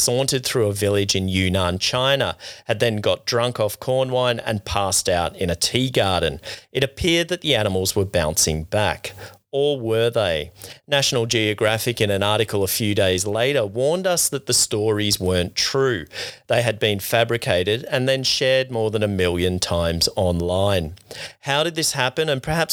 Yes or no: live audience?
no